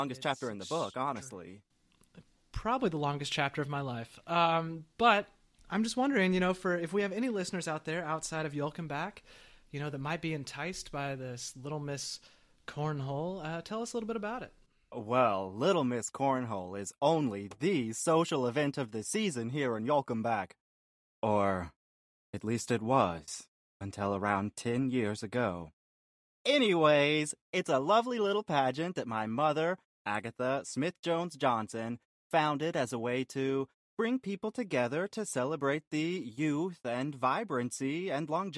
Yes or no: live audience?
no